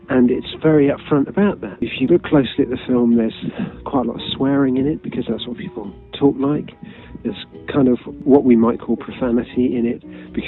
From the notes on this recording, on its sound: Apologies for the poor sound quality, talking whilst walking.